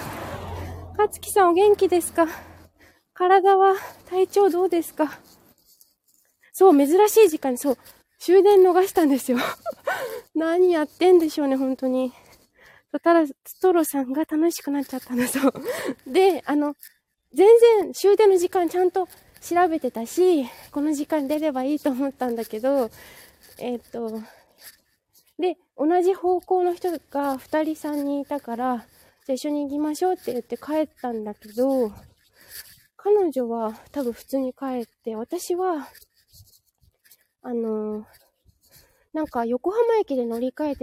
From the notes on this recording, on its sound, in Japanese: 舞踏WS参加直後終電逃し帰り道を歩きながら。